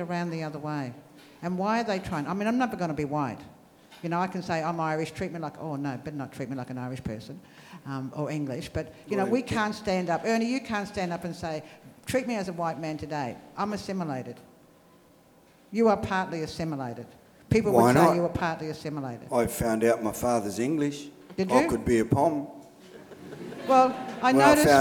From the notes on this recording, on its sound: THIS LECTURE TOOK PLACE AT THE UNIVERSITY OF SYDNEY ON 25 MAY 2015 AS PART OF THE SYDNEY IDEAS PROGRAM.